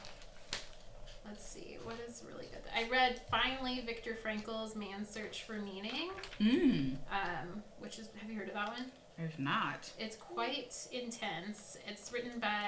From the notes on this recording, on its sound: Season three is starting with a bang (literally)! Please bear with the sound quality on this episode—next time, in a not-so-interactive episode, we promise to have two mics.